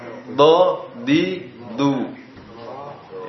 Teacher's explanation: Tapi ini bukan dot tapi dal yang tebal, dal mufakham.